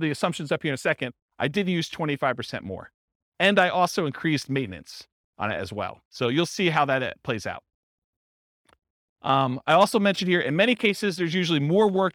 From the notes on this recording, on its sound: This was a live class recorded